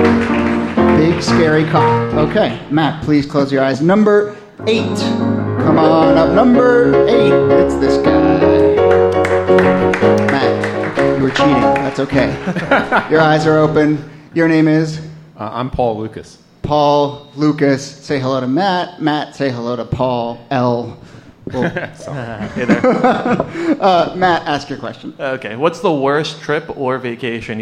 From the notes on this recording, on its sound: Ask Roulette is a conversation series in which strangers ask each other questions on stage. This excerpt is from our October regular show at Housing Works Bookstore.